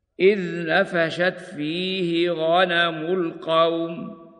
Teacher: فعند الوقف بالروم يكون الروم بدون مد في عارض اللين